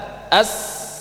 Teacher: Enggak ada getaran. Karena pita suaranya terbuka. · Term: sifat hams